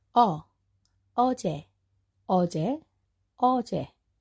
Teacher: O is pronounced with the mouth slightly less open than ah.